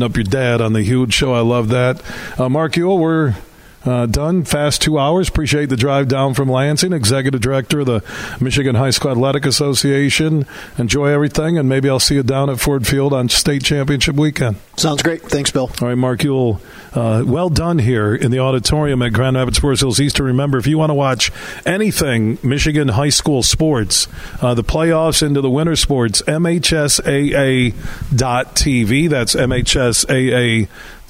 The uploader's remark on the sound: Today we're broadcasting live from Forest Hills Eastern.